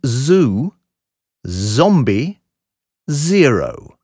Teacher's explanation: ist ein weiches, stimmhaftes S wie in Lesen, Sand. Der Laut klingt wie Bienensummen.